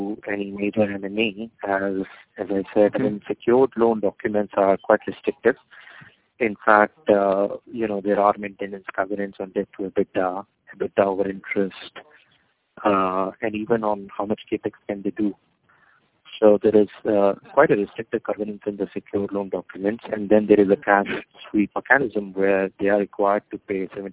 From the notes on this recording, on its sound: Teleconference Replay. By Fitch Ratings.